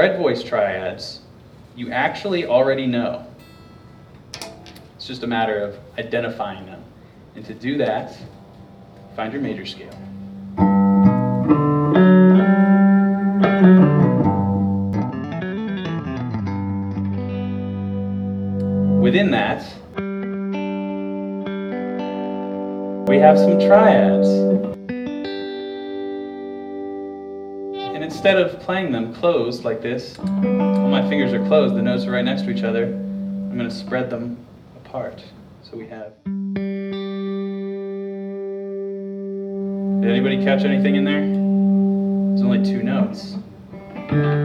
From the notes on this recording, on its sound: Highlights from the Q&amp;A segments of a recent guitar clinic I did at Musician's Workshop in Asheville, NC. Live Guitar Clinic Q&A.